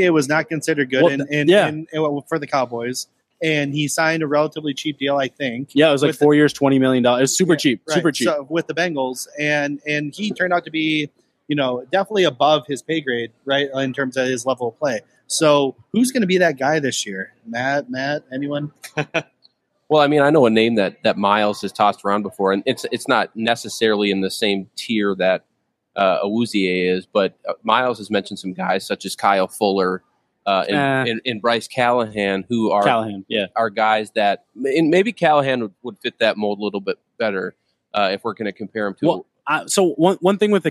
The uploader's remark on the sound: Climbing The Pocket’s Vikings Happy Hour will be doing their first live on-site broadcast from Lake Monster Brewery.